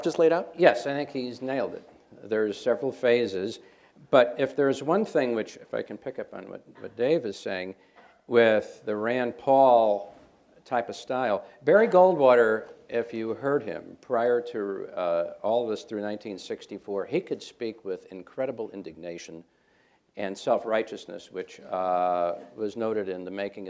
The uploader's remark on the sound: At a panel co-presented by Arizona State University